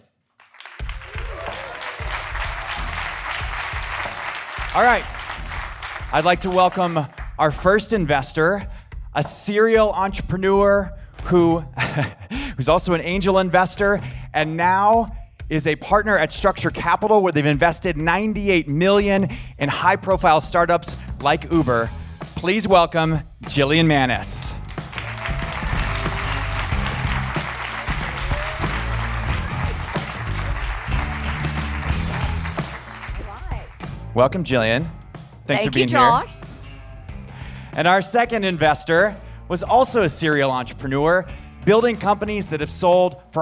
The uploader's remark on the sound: The Pitch is live from The Wharton School at the University of Philadelphia. A packed house for a live pitch competition.